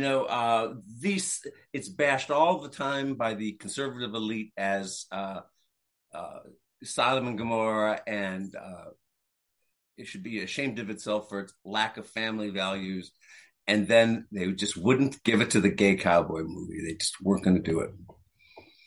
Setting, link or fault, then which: link, video call